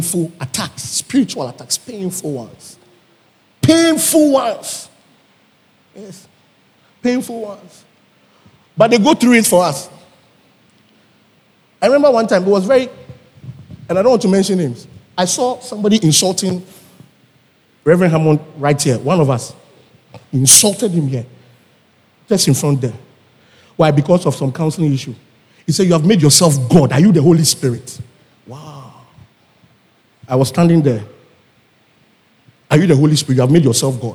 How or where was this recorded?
large echoing room